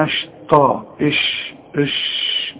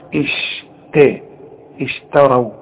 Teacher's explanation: فرقق لي الشين ورقق لي التاء واوعى تطلعها لي طاء · Shown in: second take